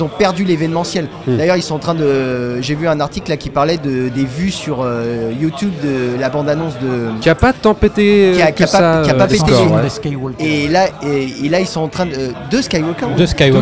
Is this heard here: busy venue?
yes